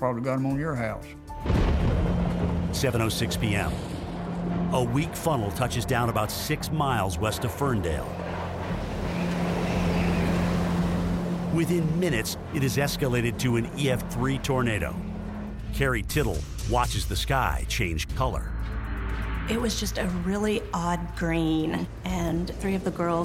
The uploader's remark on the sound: use Facebook Live to broadcast their harrowing experience aboard their boat during Hurricane Irma